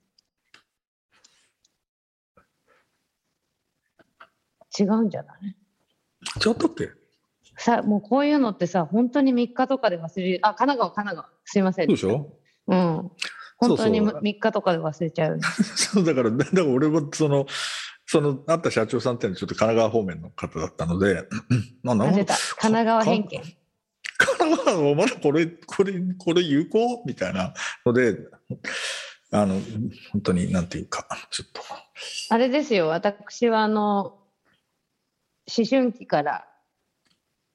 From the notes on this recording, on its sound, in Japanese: 本収録はビデオ会議サービス「Zoom」を使用し収録しています